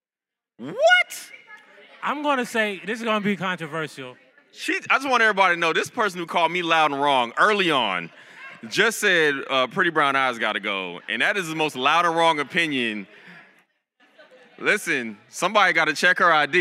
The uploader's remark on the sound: In front of a live audience at the National Association of Black Journalists Conference and Career Fair in Birmingham, Alabama.